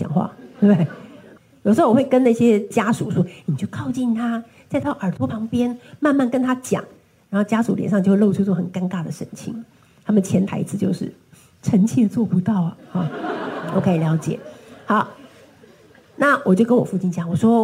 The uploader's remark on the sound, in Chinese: 本集內容取自天下文化主辦的《自成一派》新書分享會現場錄音